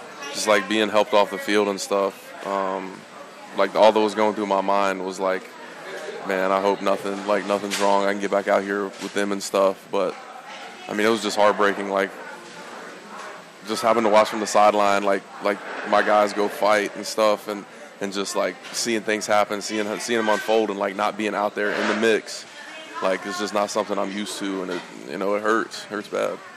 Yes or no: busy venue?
yes